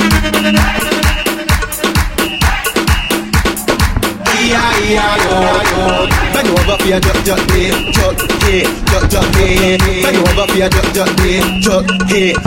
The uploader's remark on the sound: LIVE AT LAST LAP ON THE WATER BOAT PARTY. LIVE AT THE BAKANAAL PRODUCTIONS' ANNUAL "LAST LAP ON THE WATER" BOAT PARTY!